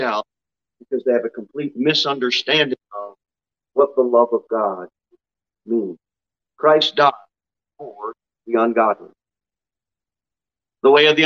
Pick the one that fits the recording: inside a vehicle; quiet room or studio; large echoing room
large echoing room